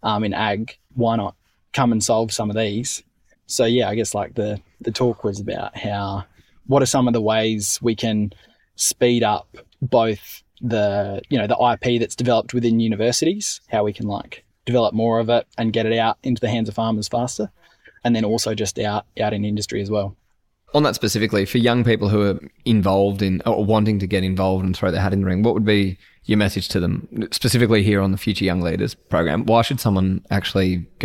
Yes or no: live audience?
no